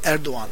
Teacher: Ja, das weiche G verlängert das O.